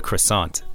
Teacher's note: I kind of emphasize the second syllable